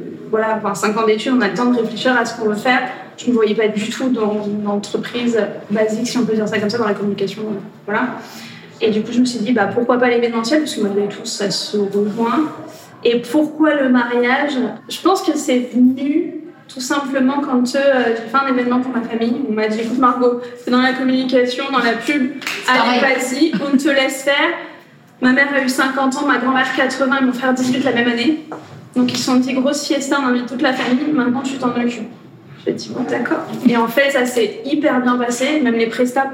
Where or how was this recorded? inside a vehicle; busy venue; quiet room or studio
busy venue